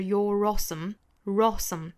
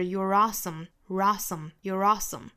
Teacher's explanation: possible 跟 impossible 里面都是一样的哈，都是 possible。后面 if you're awesome，我们注意 awesome 这个英音和美音的发法区别哈。英音的话呢是 awesome，美音的话上下开骨度更大 awesome，一个是 awesome，一个是 awesome。那前面这个 you 和 r 之间的缩约呢，我们可以把它读成 your，英式发法是 your，美式发法呢是 your。这里面我们就不弱读了哈，我们可以读成 if you'reawesome，或者是美音的。If you'reawesome，如果说 awesome 这个词不重读的话，并且读得比较快的时候，是可以在这两个词之间做连读的。那需要加一个小小的 r 来连贯这两个元音哈